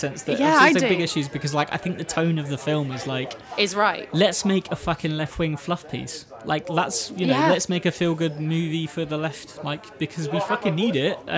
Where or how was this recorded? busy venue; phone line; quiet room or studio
busy venue